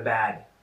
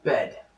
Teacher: že prostě bed a bad zní jako jedno slovo